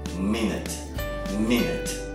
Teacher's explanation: En la segunda sílaba, en vez de pronunciar esa vocal como una U, pronúnciala como una I.